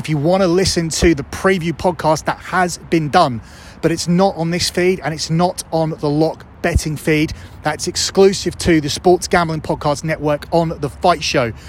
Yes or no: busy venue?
yes